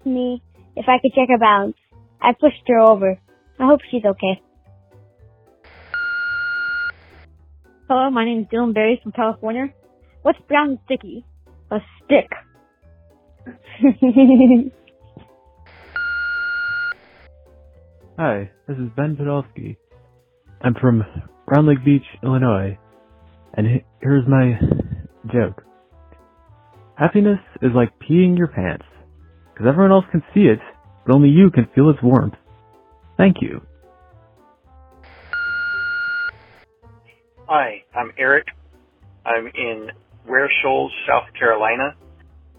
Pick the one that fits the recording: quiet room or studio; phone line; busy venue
phone line